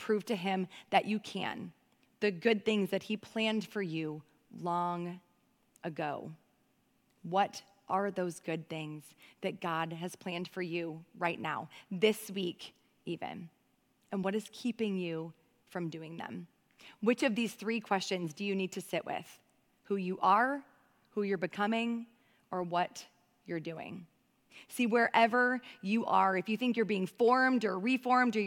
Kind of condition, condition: setting, large echoing room